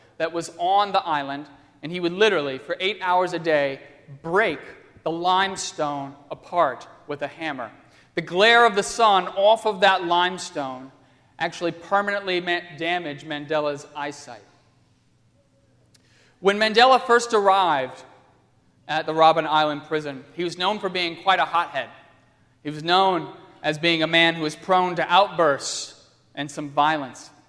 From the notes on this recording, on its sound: on Sunday, October 4, 2015, at First Presbyterian Church of Arlington Heights, Illinois.